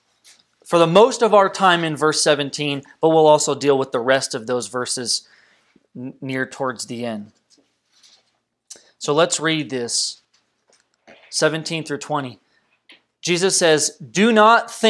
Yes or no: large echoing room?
yes